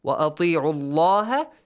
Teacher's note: So the letter lam in the word Allah is pronounced heavily since you have a dhamma before.